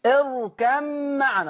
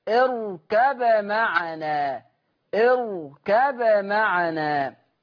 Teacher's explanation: حفص كان يضغم الباء في الميم · Shown in: first take